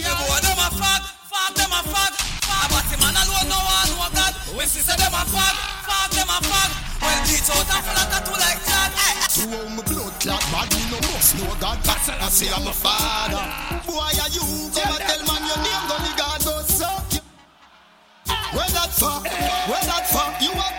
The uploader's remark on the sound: PITCH BLACK LIVE AUDIO 2021